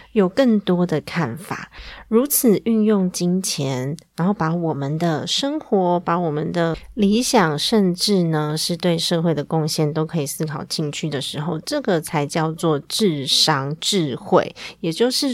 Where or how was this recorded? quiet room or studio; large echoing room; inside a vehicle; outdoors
quiet room or studio